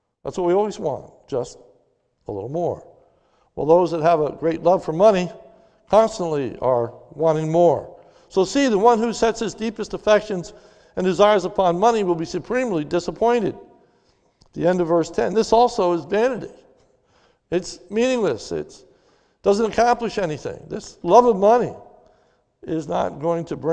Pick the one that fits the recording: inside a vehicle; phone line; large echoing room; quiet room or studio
large echoing room